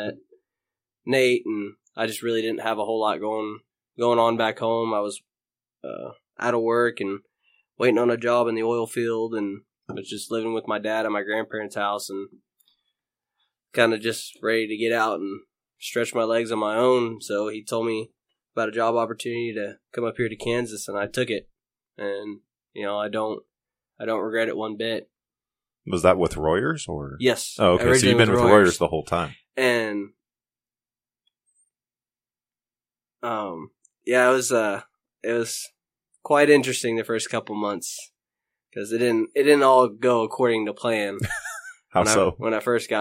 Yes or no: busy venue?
no